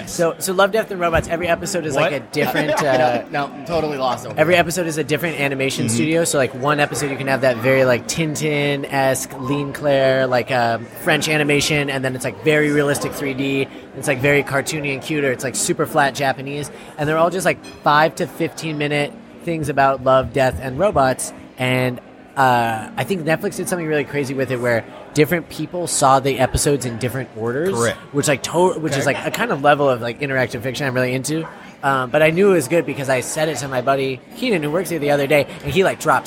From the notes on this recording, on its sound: LIVE from Fort Street Galley. Special LIVE Episode recorded at Fort Street Galley.